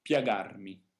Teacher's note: perché questa I è intesa come I consonantica, è una I molto veloce, non bisogna fermarsi sulla I, la voce scorre immediatamente sulla A. Piagarmi, non pia, ma pia, piagarmi.